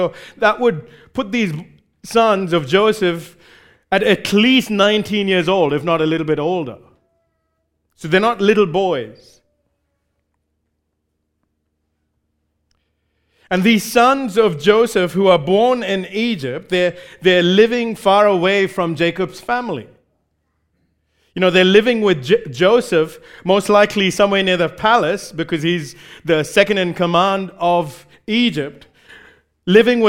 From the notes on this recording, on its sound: Recorded live at Grace Community Bible Church.